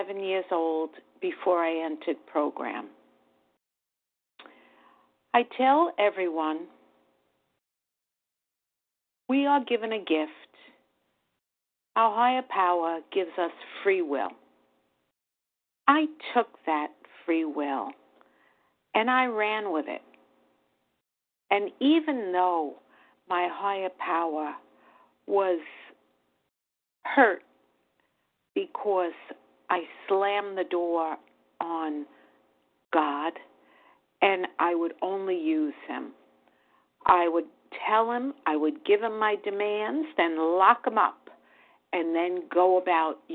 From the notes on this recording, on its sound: 100 Pounders Phone Meeting